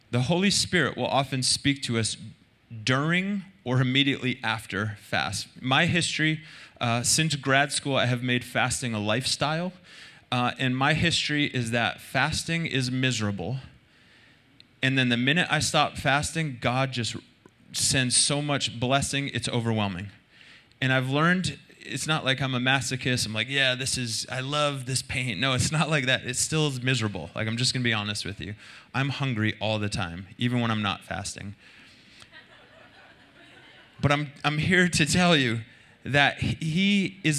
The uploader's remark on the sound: Recorded Sunday Night Service at Reunion Hawaii